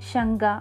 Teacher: ശങ്കയിലെ കകാരം നാദിയായ ഗകാരം പോലെയാണ്